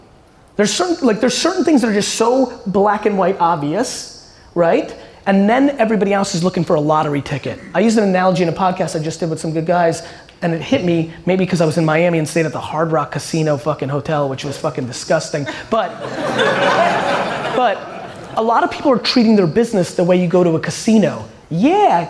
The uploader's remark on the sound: this keynote I did in San Francisco at Draper University